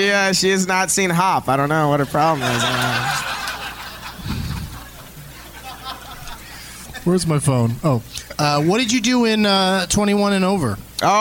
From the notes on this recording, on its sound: Live from Hyenas Comedy Club in Dallas, TX